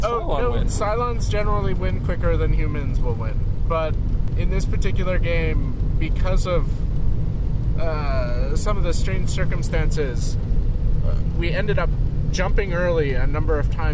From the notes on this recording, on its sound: Drive home in the driving rain from Spring Meltdown in Lyndonville, one of the Green Mountain Gamers’ game days held around Vermont. How do you pass the time during a two hour ride from Lyndonville to Burlington?